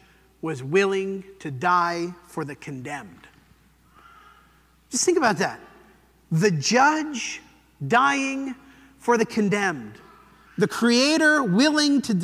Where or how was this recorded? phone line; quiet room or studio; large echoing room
large echoing room